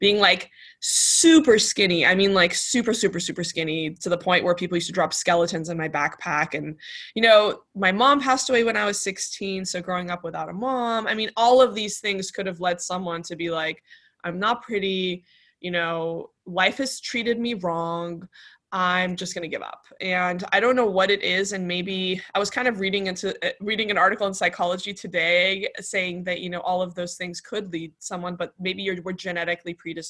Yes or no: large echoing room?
no